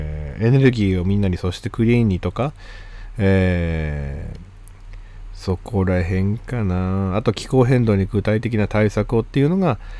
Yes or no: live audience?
no